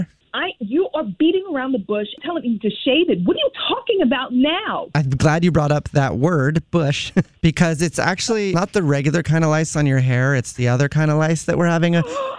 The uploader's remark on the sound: In this Phone Prank, calls a woman.